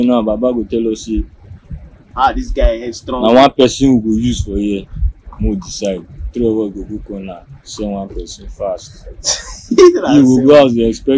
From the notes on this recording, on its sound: This conversation I was lucky to have captured this with my phone recorder. A couple parts were clipped off. This is a recording of a conversation between three friends and an acquaintance. Most likely not the best audio quality. It can be as raw as it gets.